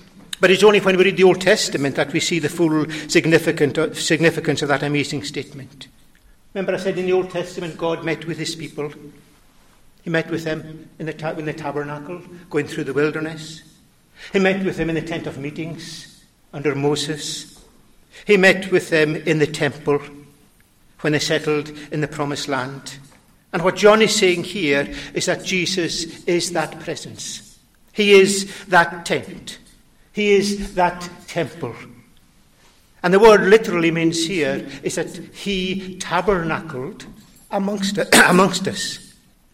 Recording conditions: large echoing room